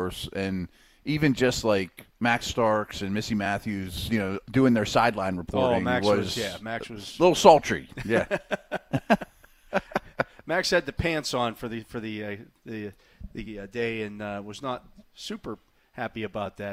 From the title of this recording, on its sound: Live from Steelers Camp Day 13